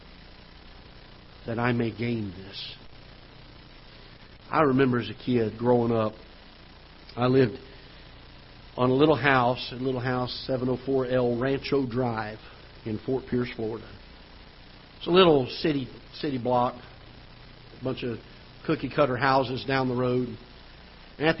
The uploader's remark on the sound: Ketha Heights Baptist Church ~ Live Broadcast.